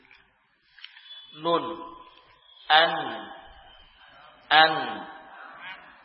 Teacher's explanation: Al, an hanya sebagian kecil dari ujung, ya, dari ujung lidah. Dan juga untuk nun ada suara dengung, ada suara hunnah yang melewati khoyshum, melewati pangkal hidung.